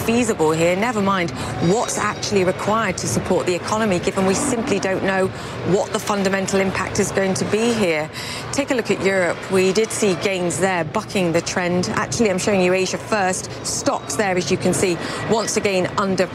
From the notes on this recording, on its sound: live from the New York Stock Exchange